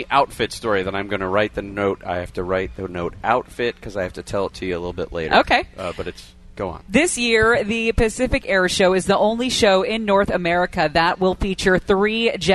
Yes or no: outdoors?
yes